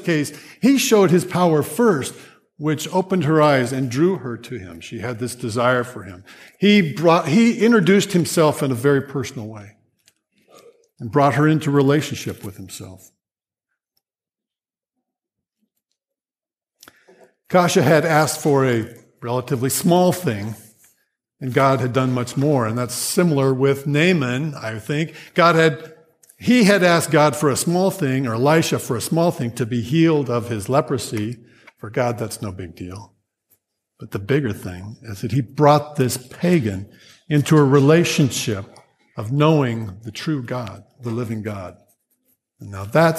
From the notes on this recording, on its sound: Grace Church Sermon Audio